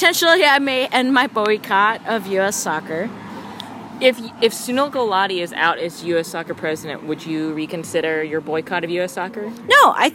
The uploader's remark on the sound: from outside Big Daddy's Roadhouse karaoke bar.